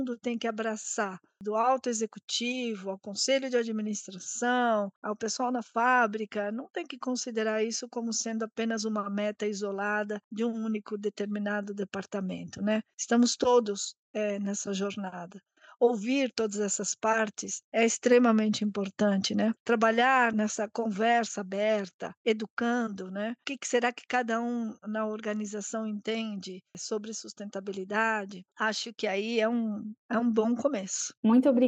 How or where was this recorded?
video call